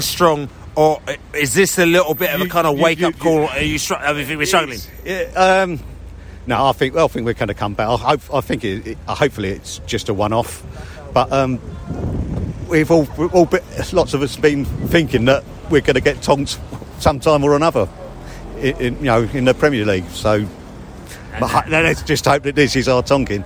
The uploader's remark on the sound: post-match podcast from the stands